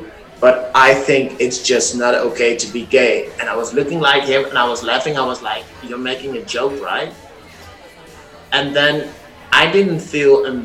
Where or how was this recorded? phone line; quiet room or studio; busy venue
busy venue